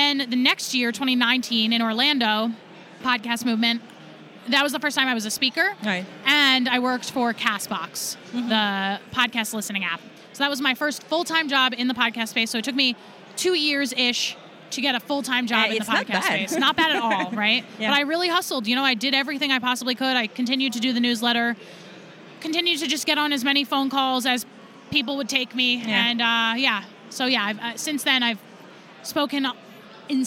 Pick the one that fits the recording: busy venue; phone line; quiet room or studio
busy venue